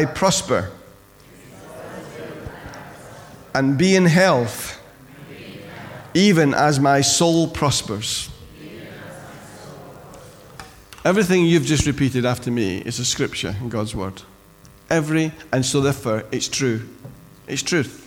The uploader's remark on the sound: Recorded at freedomcentre church, Preston on Sunday 22nd January 2017